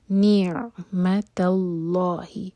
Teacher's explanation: یہاں پر اللہ تعالیٰ کے نام میں جو لام ہے اس کو منہ بھر کر پڑھا جائے گا، کیونکہ اللہ تعالیٰ کے نام سے جو پہلے ورڈ ہے اس کے لاسٹ لیٹر پر فتح ہے.